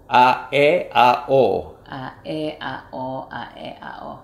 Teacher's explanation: Si aquí está la A, la lengua está baja y la cavidad bucal es abierta. Para E, se sube la lengua hacia la región alveolar, no se sube hasta arriba, nada más una parte, es una vocal media.